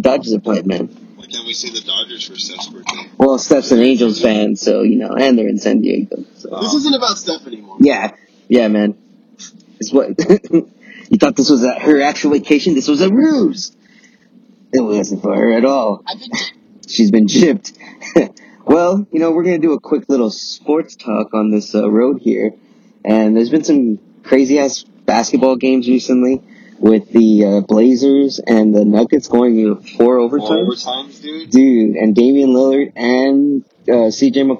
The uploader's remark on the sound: Excuse the low audio quality. Record this episode while on the road to Petco Stadium in San Diego to see the Dodgers play the Padres.